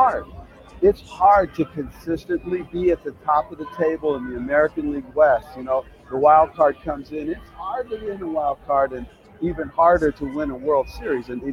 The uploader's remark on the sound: live from the All-Star Game in Seattle